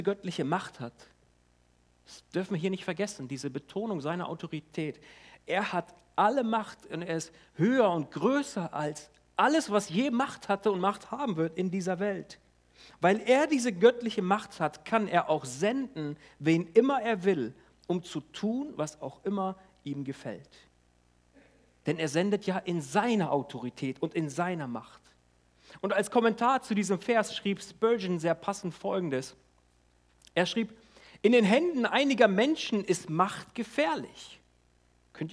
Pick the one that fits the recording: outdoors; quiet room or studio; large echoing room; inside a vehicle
large echoing room